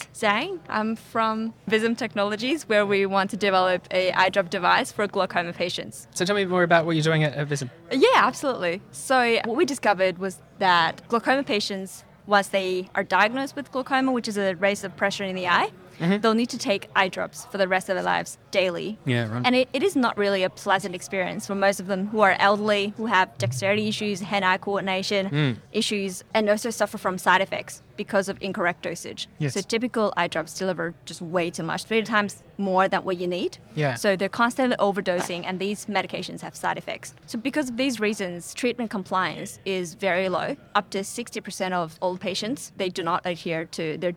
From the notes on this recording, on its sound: Earlier this year, the Australian Medtech sector reunited in Melbourne to learn, connect and celebrate its achievements at the AusMedtech 2022 Conference, by AusBiotech . It was a record turn out and a great event overall, and Talking HealthTech was there recording interviews with speakers in our booth.